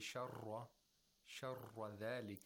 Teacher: the trilling sound should not be heard · Term: without takreer